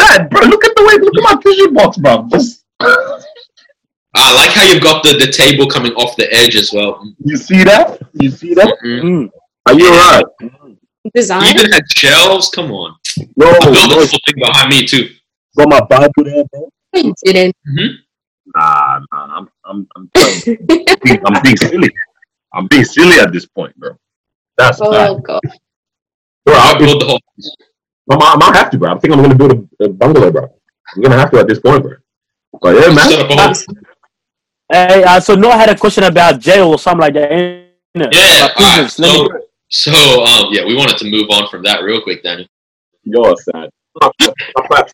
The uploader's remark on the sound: Live From Quarantine. Welcome to our first over-the-phone podcast.